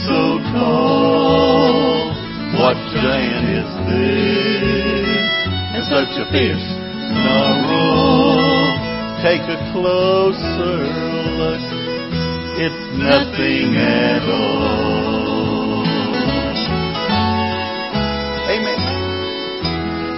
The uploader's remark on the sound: Ketha Heights Baptist Church ~ Live Broadcast